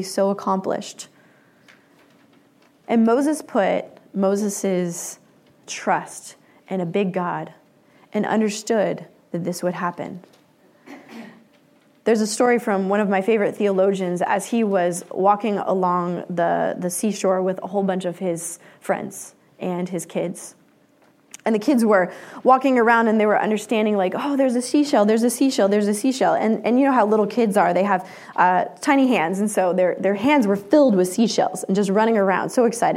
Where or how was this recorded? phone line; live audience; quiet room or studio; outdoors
live audience